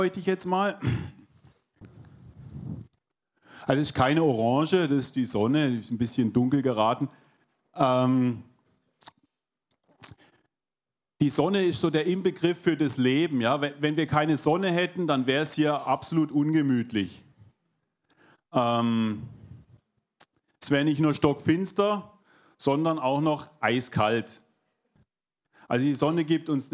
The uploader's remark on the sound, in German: 2022 in der Gemeinde Kaleo Schopfheim aufgenommen.